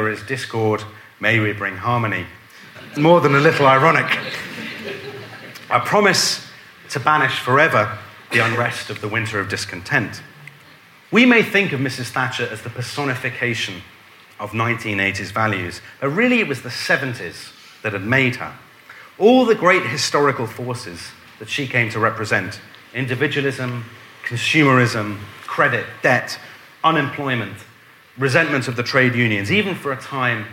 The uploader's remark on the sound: a lecture delivered at our History Weekend festival